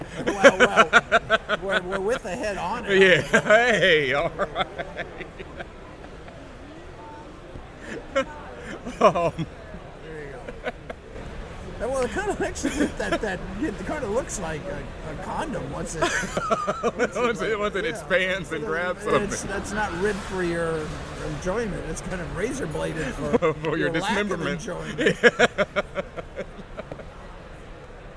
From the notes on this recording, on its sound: live at New York Comic Con 2013